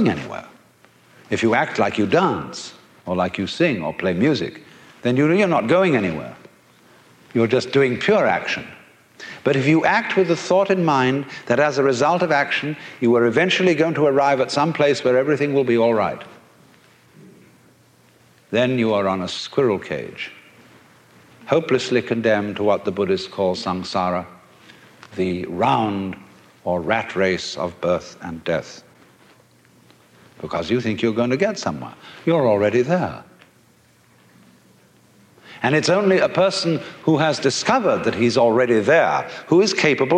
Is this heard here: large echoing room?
yes